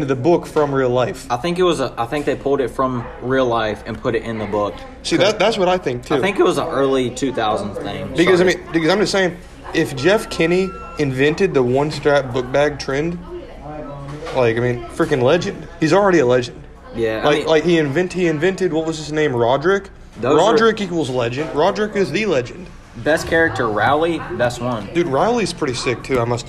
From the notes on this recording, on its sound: We set up a mic in Mcdonald's during an active tornado warning